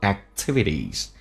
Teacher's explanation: 第二个那个 k 在美式发音是不用发音的，气流顿一下，阻塞一下